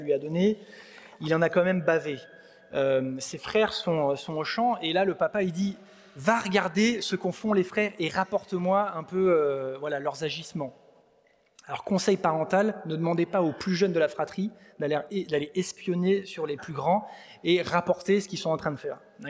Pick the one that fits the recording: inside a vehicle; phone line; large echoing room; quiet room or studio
large echoing room